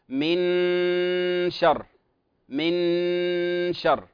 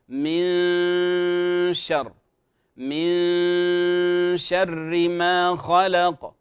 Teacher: فتحضر مخرج الشين وأنت تأتي بغنة أو صفة الغنة للنون · Shown in: second take · من شر من شر ما خلق، وترقق الراء في حال الوصل، ترقق الراء في حال الوصل، فلا تقول من شر شر، خطأ، هذا تفخيم، من شر ما خلق، وهكذا. · Term: إخفاء